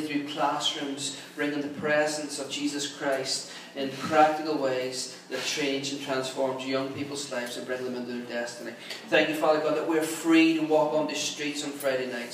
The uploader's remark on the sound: Recorded at our 11am Celebration on Sunday 9th October 2016 at our Storehouse Venue